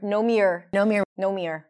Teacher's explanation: The or is completely reduced. You can barely hear it. And you might think that she's saying a completely new word.